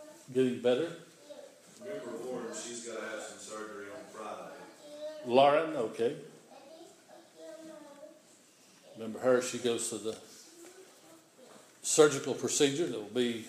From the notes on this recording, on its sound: This is an audio recording of the Sunday morning worship service at Persia United Methodist Church in Rogersville, TN on Sunday, December 13, 2015.